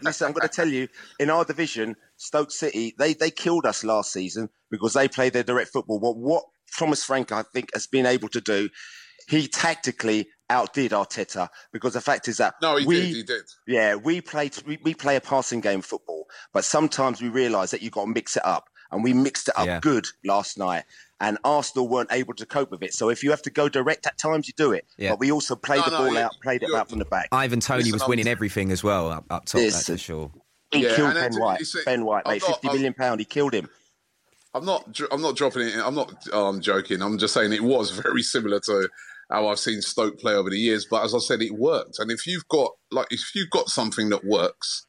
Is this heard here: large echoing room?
no